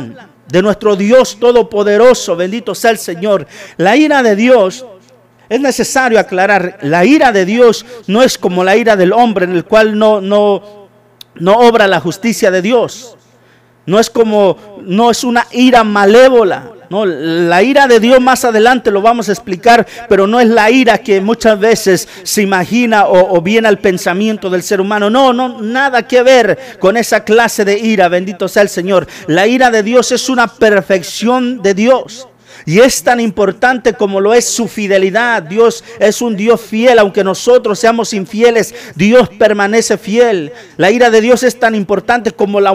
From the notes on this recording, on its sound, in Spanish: TRASMISION EN VIVO DE LA IGLESIA CRISTIANA MARANATHA